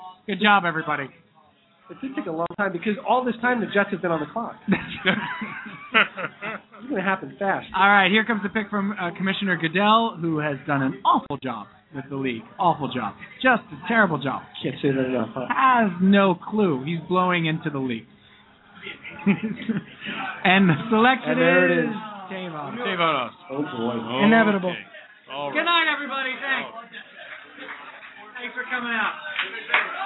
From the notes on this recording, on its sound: LIVE at BLUE HAVEN IN NYC! A ton of friends came down to watch the draft with us.